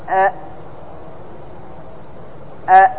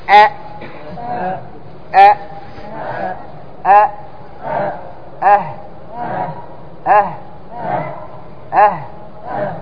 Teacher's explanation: الأقصى يخرج منه حرفان، يخرج منه حرفان، الهمزة والهاء، أصحاب الهمزة والهاء من مكان واحد، من مكان واحد.